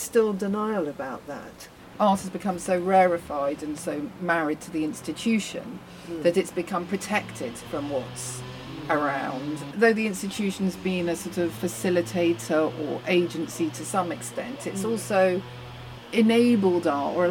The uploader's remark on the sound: Recorded at the Bethnal Green Nature Reserve (Phytology). Recorded at the Bethnal Green Nature Reserve (Phytology).